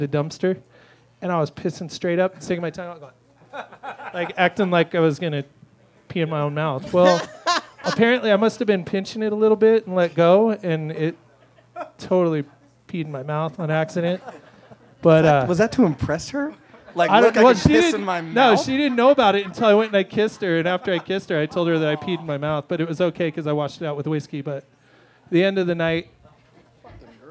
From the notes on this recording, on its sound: Its "A Very Mostly Harmless Birthday Celebration" Live Talk Show! The chat is followed by a short game of Mad Libs!